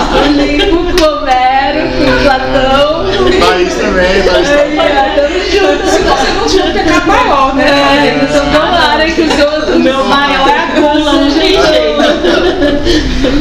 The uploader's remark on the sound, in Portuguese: O segundo áudio foi gravado no encontro, podemos ouvir as vozes dos 7 participantes do encontro.